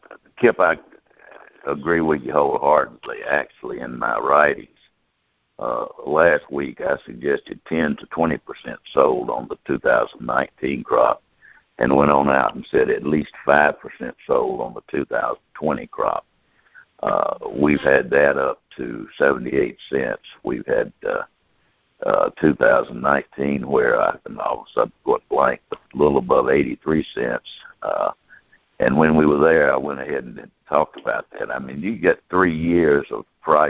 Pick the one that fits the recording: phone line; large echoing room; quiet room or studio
phone line